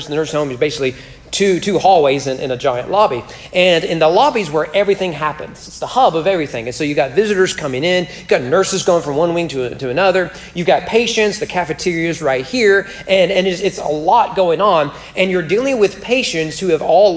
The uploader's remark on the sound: Sermon was preached at Corinth Baptist Church in McQuady, KY on March 22, 2021 during their Man Up Monday event.